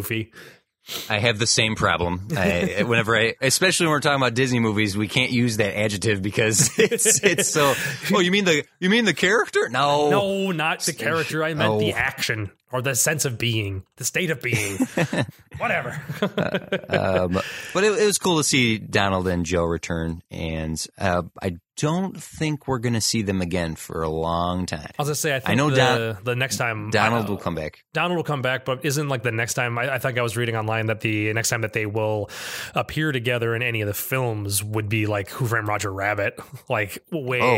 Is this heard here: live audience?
no